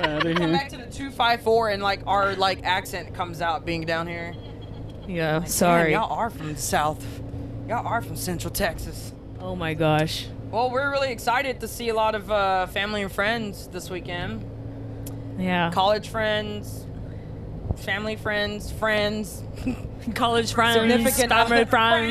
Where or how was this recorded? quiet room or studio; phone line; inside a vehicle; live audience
inside a vehicle